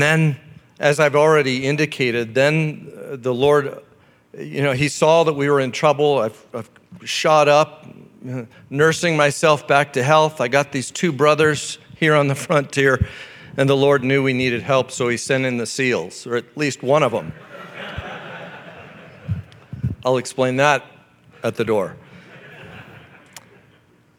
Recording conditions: live audience